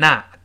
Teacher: 英国人读成 not，美音中把 o 变成 a，读成 not